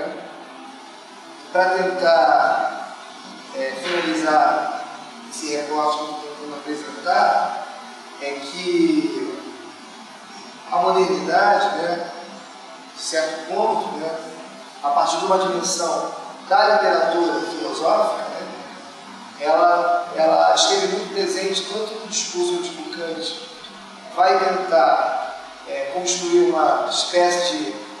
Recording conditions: live audience